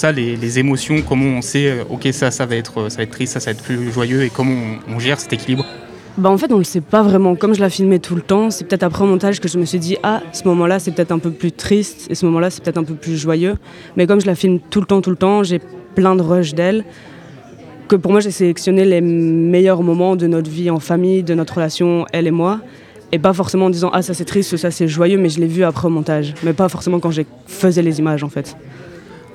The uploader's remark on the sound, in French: Le festival Si cinéma, en direct du café des images. Emission spéciale en direct du café des images. Quelques capsules réalisées sur place.